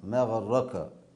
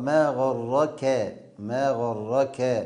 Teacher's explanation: بعض القراء يفخم الكاف فيجعلها قافا · Shown in: first take